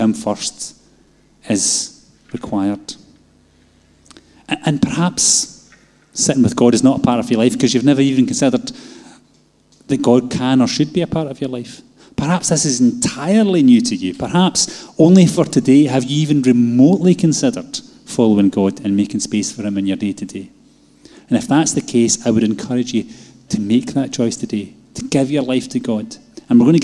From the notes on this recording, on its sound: Live from our Sunday gathering on 10/07/22